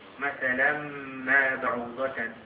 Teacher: تنوين حكمه الإدغام بغنة بذلك الياء بعدها.